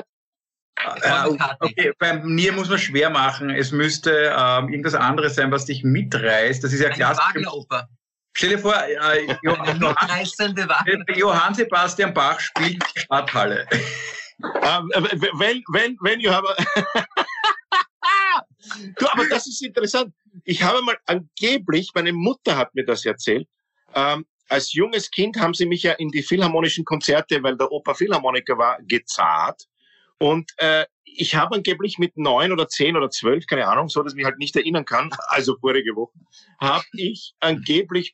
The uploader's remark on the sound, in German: Eigentlich sollten die Drei ja um diese Zeit auf der Bühne stehen. Indem sie einander via Skype am Abend beim Reden zusehen.